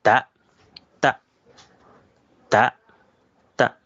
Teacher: 它又既是浊，而且又有一点送气 · Term: 浊音